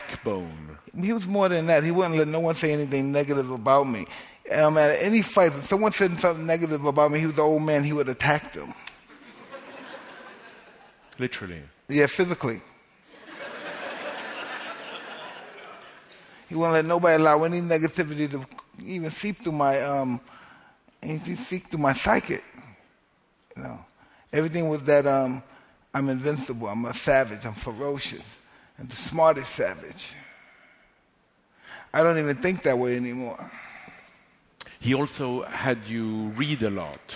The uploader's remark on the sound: LIVE From the NYPL